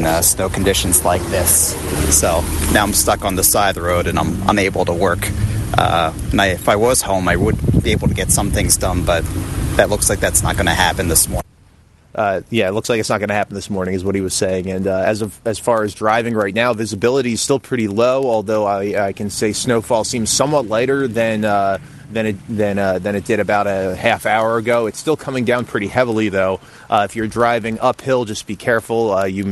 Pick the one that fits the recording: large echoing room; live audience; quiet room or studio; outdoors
outdoors